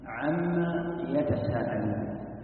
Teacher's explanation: فلما أضغمت حرف الجر عن في ما ذهب النون بالإدغام أصبحت عما، أضغمت النون وذهبت أصبحت عما، ثم حذفت الألف بالتقرير لأنها استفهامية، استفهامية الماء عن أي شيء استفهامية.